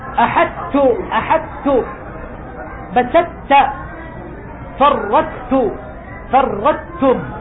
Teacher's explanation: أدغم الحرف، لكن بقيت صفة من صفاته القوية وهي صفة الإطباق